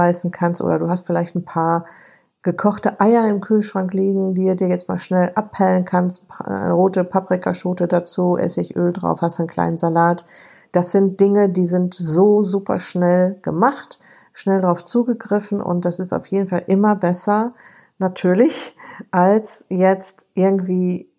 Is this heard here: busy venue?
no